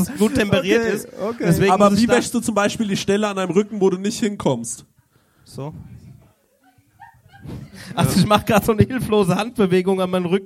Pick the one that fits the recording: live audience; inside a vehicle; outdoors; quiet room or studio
live audience